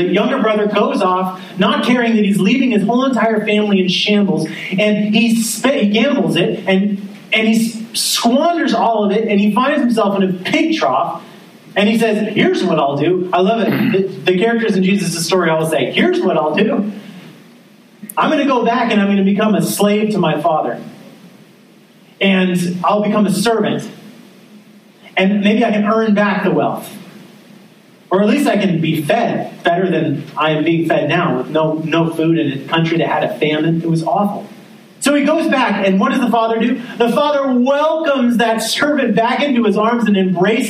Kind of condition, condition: setting, large echoing room